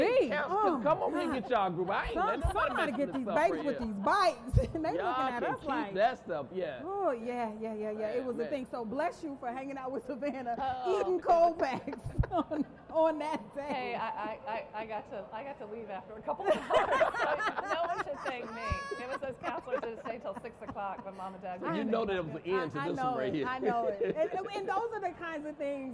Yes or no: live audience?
yes